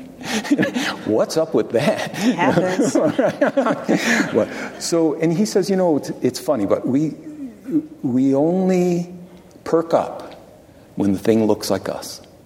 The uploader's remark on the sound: Recorded at the Lensic Theater in Santa Fe, New Mexico on February 27, 2019.